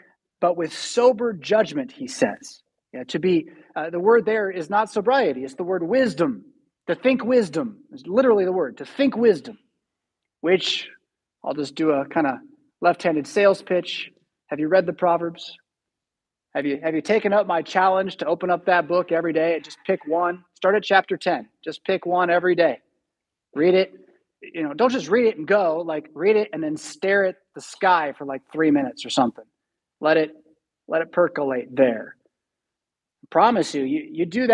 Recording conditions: large echoing room